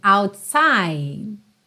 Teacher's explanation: Você não tem a pronúncia do E final e o próprio D quase não aparece